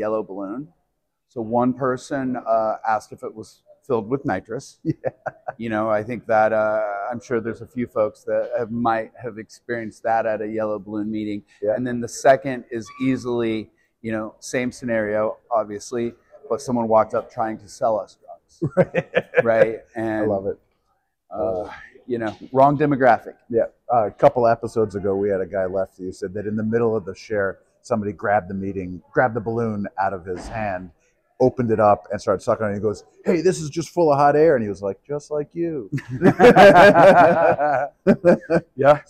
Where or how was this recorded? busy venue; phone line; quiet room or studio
busy venue